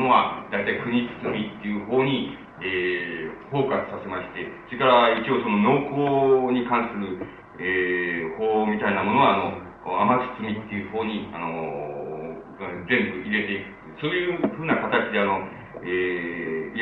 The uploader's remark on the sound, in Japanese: 音質：３。場所：学習院大学 教室。学習院大学の教室で行われた講演。別の話し声が聞こえるところがあり、 残響音が目立つ部分もある。途中で音声が遠くなるのは。